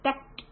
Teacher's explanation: We let the burst of air come out like tak.